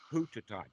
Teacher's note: The S becomes a T. The last syllable gets dropped off, the A.